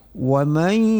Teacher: Kalau tasdid ya tidak pakai berdengung seperti lafaz iyyaka na'budu wa iyya, itu misalnya salah satunya. Tetapi kalau nun mati bertemu dengan ya tidak lagi mayya tetapi mai. Nah, itulah namanya dengung atau idgham.